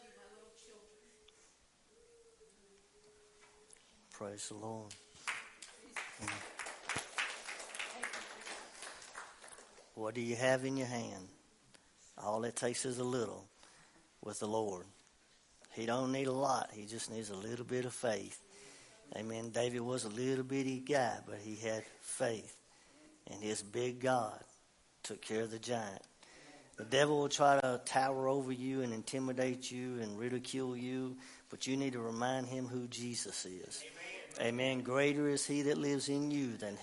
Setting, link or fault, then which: setting, large echoing room